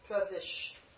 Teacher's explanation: you've got a sibilant sha, right? The palatal sha, followed by a ka.